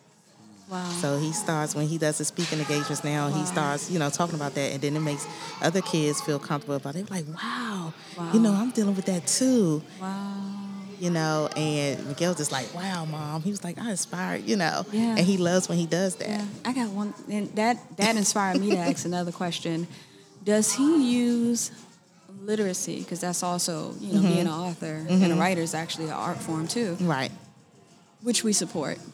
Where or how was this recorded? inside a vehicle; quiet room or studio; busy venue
busy venue